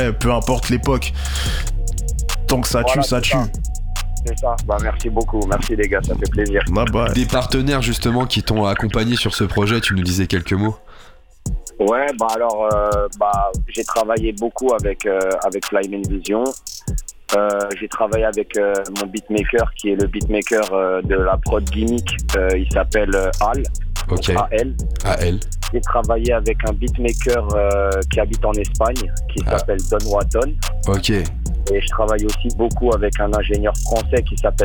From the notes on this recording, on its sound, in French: Dans cette émission nous contacterons en direct plusieurs artistes par téléphone.